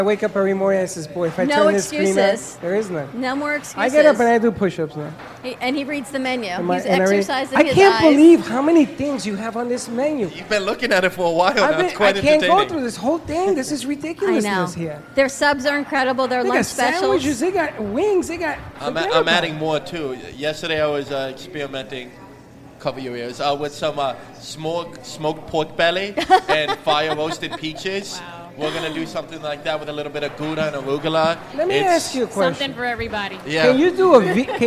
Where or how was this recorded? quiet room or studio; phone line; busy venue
busy venue